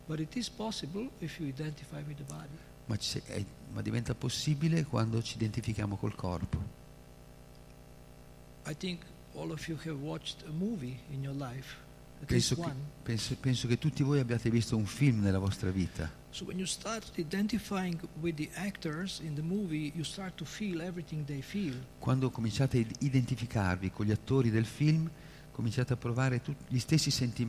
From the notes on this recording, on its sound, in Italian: in diretta dal Tempio di Villa Vrindavana